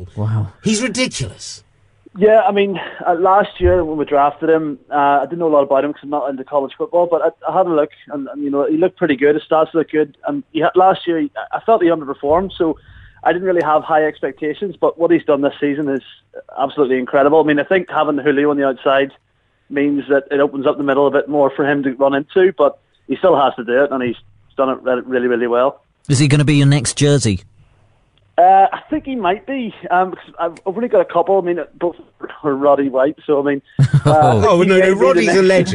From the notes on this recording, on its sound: We invite the fans to get involved for our first phone in of the season! We take calls.